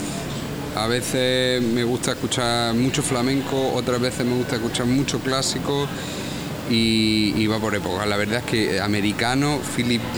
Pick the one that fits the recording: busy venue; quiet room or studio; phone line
busy venue